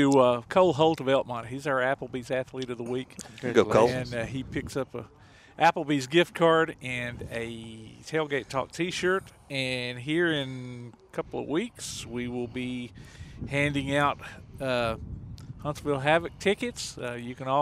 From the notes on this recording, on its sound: Live at the Car Show at the Sportsplex